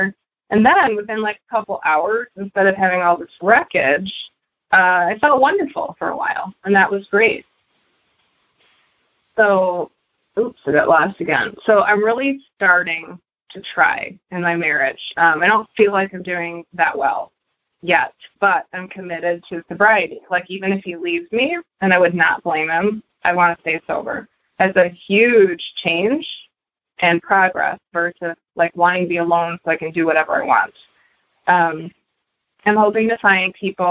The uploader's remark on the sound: Noon Phone Speaker Meeting